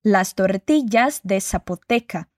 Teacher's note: apesar de ser escrito com Z, a palavra zapoteca é pronunciada com som de S